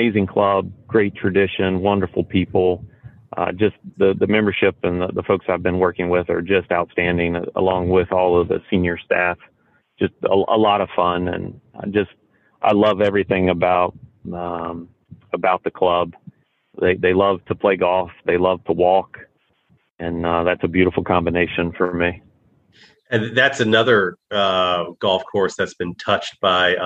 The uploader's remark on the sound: called into the podcast from his current job site at Indian Creek